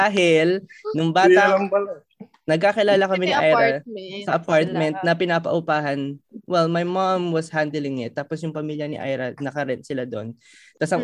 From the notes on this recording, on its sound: In our debut and first ever Zoom call